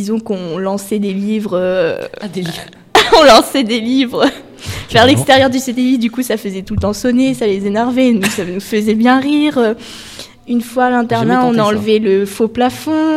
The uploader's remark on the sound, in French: livrés en direct samedi 3 février 2018 pendant le forum de l'orientation du lycée Rémi Belleau